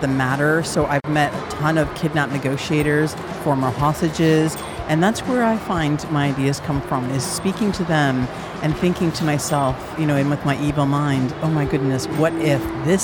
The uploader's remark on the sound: Live from SIBF.